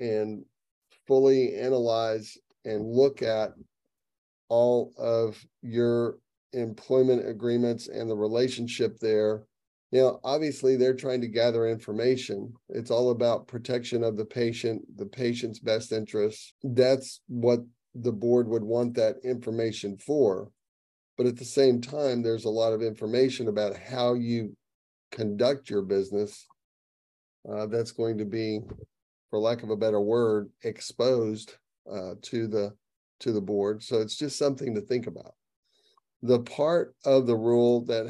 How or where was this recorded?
video call